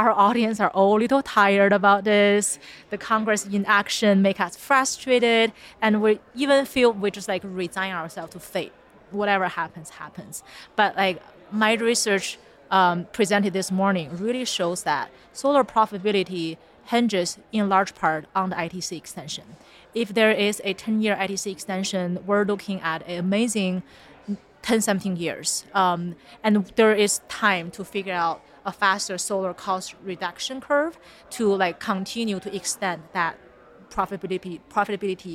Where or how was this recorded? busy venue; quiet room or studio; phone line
busy venue